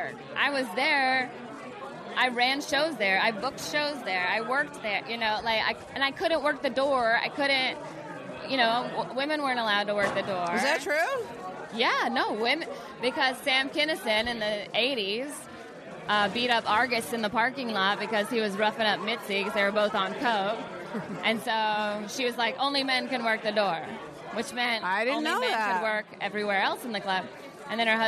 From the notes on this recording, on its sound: podcast live from the Big Slick charity weekend in Kansas City